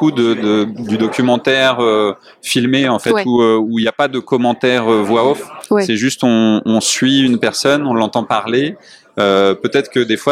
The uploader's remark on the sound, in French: En Festival : Les Reflets du Monde en Lutte - Quai des Bulles 2022. Avant dernier épisode enregistré à Quai des Bulles.